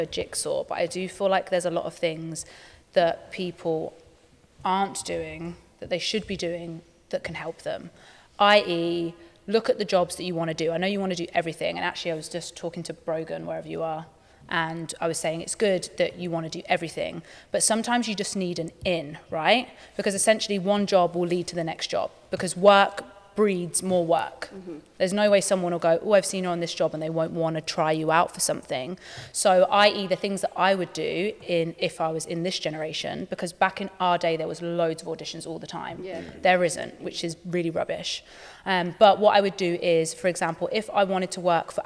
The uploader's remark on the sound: At The Ins And Outs easter intensive we had a Q&A